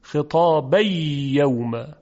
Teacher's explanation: تنوین ادغام میشه در یا